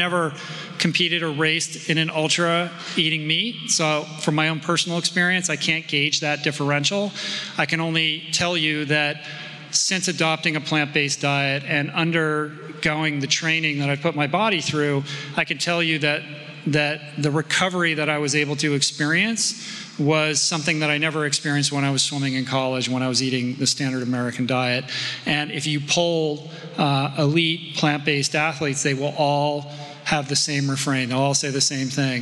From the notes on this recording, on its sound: Dublin Live. This episode features the audio from a live event I hosted this past summer at Smock Alley Theatre in Dublin. Opens up to audience Q&A on everything from healthy eating habits to how best to catalyze change in others.